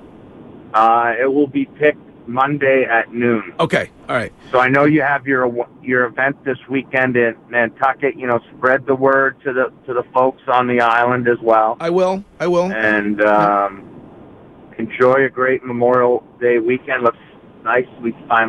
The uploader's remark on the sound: makes a surprise call into the show